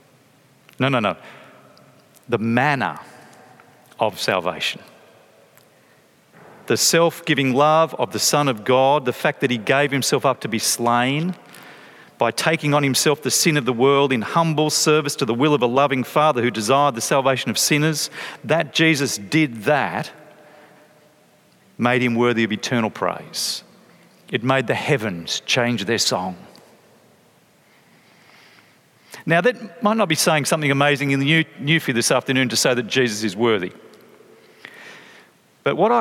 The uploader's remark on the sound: from a talk at 2017's Planting Collective Conference